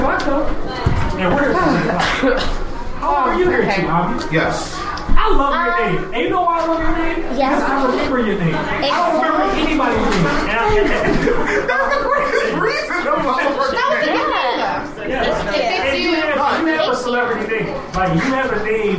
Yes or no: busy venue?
yes